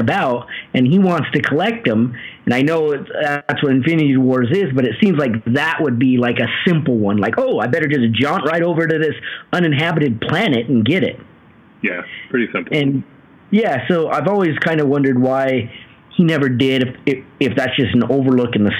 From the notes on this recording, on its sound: We apologize for the poor audio on this one. Not quite sure what happened.